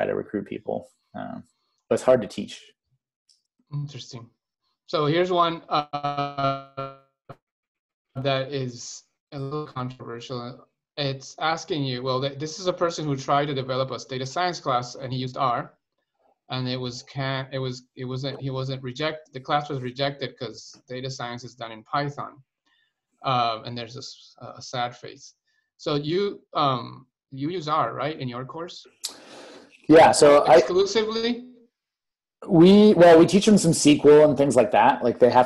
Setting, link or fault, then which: link, video call